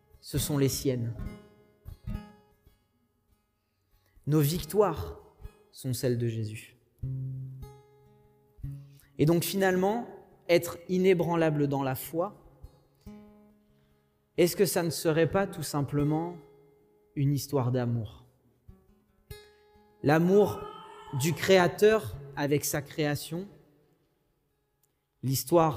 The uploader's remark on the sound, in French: Enregistré à l'église CVV, le 06/06/2021